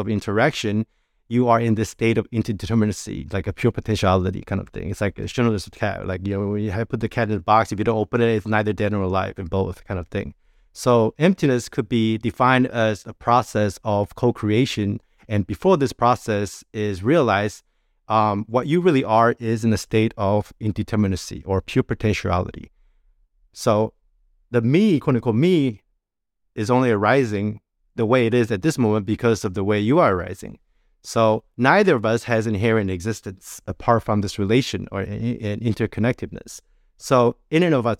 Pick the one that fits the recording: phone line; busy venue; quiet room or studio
quiet room or studio